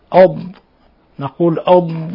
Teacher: من حافة اللسان مع ما يلي من الأضراس العليا، فلنحذر من قلقلة الضاد، لأن الضاد ليس من حروف القلقلة.